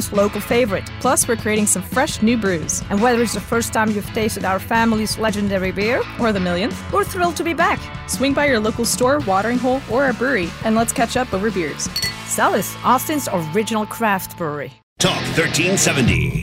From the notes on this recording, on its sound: Live from COTA at the SVRA US Vintage National Championship. Live from Circuit of the Americas, hosting the SVRA US Vintage National Championship, Trans Am Series, and International GT.